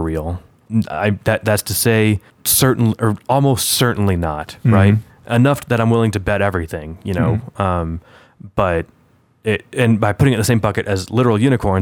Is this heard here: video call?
no